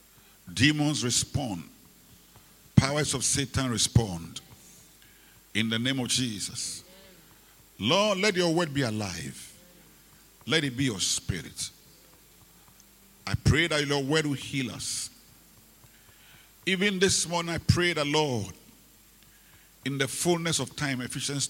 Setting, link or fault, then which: setting, large echoing room